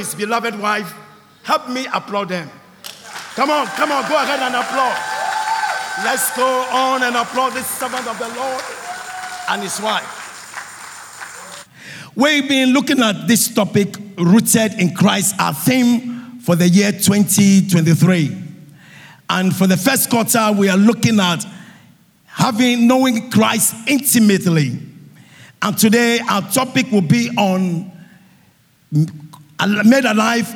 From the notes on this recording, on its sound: Sermon preached at CBC Shiashie Campus